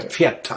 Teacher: Pferd hat zum Beispiel hinten eine Auslautverhärtung. Das ist ja eigentlich ein weiches D, Pferde, aber man sagt ja Pferd.